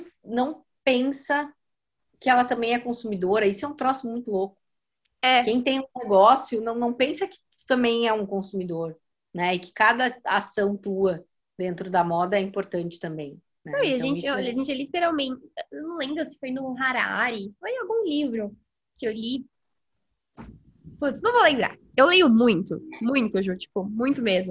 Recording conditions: video call